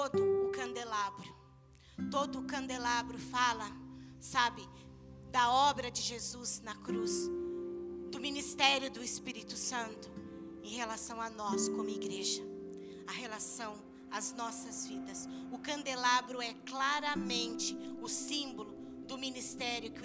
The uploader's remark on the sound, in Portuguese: Áudio do culto de domingo do dia 11/09/2022.